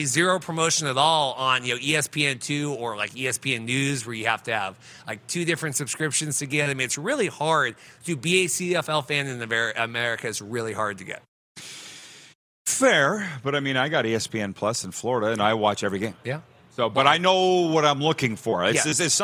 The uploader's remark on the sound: Final day of LIVE Grey Cup Coverage from Ballers RecRoom in Regina!